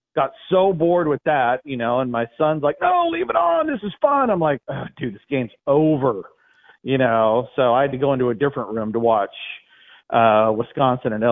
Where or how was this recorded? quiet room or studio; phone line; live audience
phone line